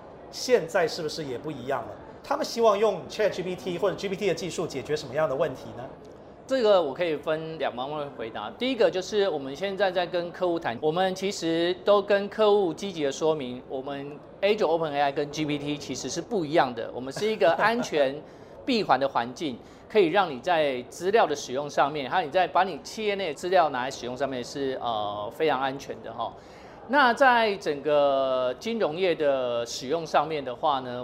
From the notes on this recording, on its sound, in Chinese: 把錄音室帶到AI EXPO Taiwan的展覽會場